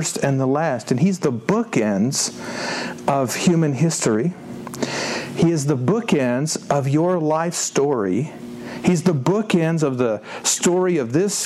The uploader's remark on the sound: This version was preached at Westminster Presbyterian Church in Greenville, Texas on 26 March 2017.